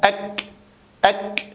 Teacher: ثم أنها منفتحة، ليس فيها انطباق للسان على الحنك الأعلى، فهي مهموسة لا يصحبها زمير من الأوتار الصوتية، وشديدة منحبسة صوتها في مخرجها، ومستفلة مرققة ومنفتحة في نفس الوقت. · Term: شديدة مهموسة